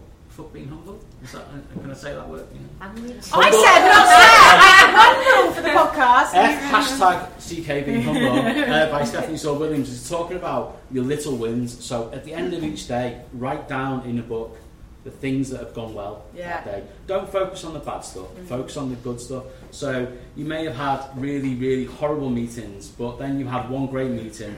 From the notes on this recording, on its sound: were joined by a diverse leadership panel and a live audience